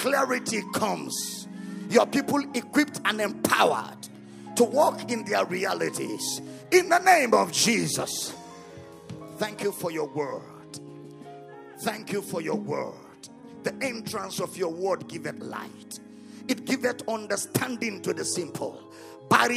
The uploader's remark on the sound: at the Love of God in Christ Church Conference